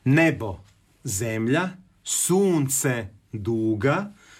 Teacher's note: To su kratkosilazni, kratkouzlazni, dugosilazni i dugouzlazni